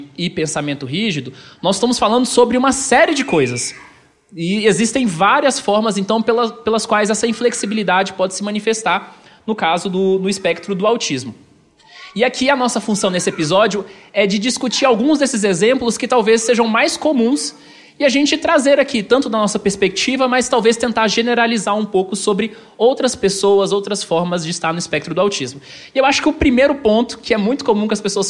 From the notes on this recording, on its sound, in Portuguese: Gravado ao vivo no Encontro de Autistas Adultos de Goiânia, evento de despedida do Introvertendo.